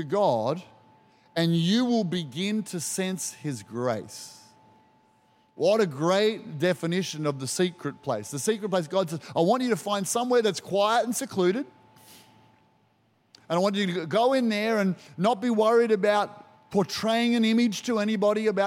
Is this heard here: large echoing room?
yes